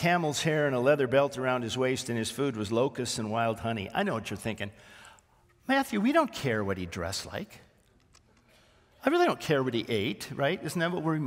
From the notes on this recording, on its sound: This sermon was originally preached on January 21, 2024, at Grace Baptist Church in Santa Clarita, CA